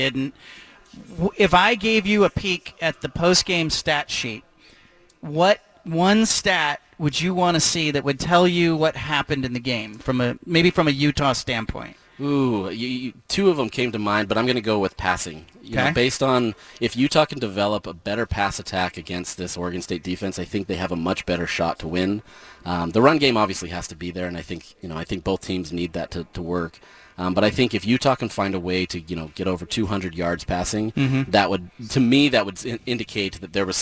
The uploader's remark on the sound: broadcasts live from Reser Stadium